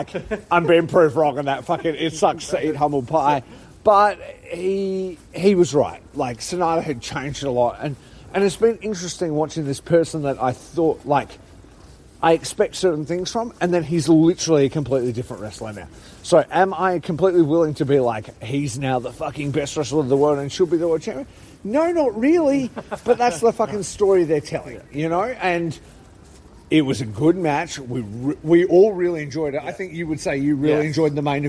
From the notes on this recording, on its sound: Sakura Genesis Live Reactions! Reporting live on his way home from Ryugoku Sumo Hall, (by way of a bar or two.) Hear the immediate reactions from people who watched SANADA’s crowning live, (Then had a rager in Akihabara.)